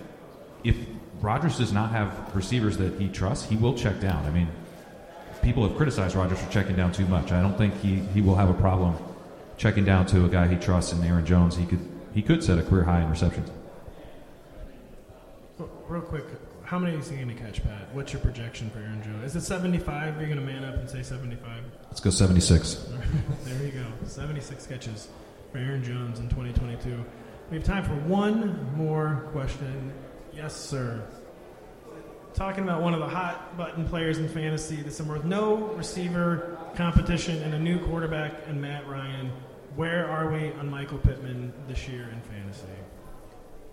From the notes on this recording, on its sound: Live Audience Q&A. Appear live from the Fantasy Football Expo in Canton, Ohio. They take audience questions.